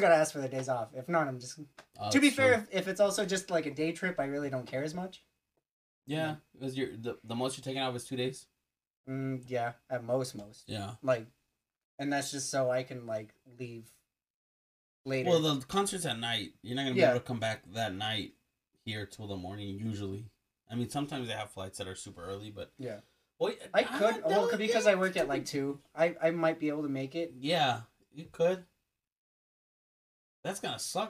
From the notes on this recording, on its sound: technical difficulties, so it is SCUFFED